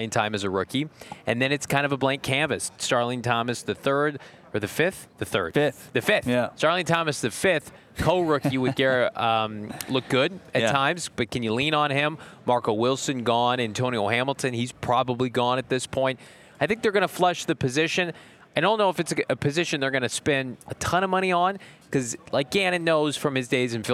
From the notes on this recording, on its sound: LIVE at the NFL Combine. LIVE from the 2024 NFL Combine in Indianapolis!